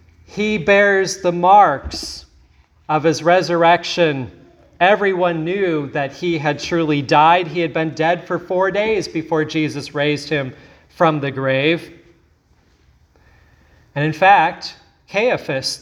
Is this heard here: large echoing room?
yes